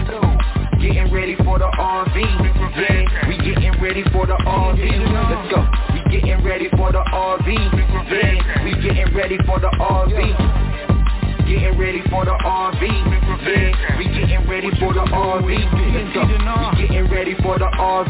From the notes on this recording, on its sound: TNTSuperfantastic Conference Call